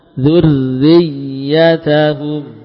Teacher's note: di sini ra'nya dibaca tipis karena berharokat kasrah. Begitu masuk dzur langsung ditipiskan.